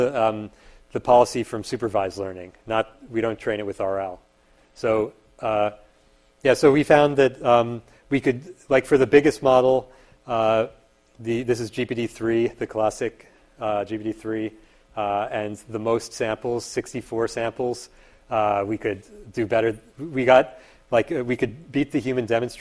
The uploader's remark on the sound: Part of a series of public lectures at Berkeley this spring.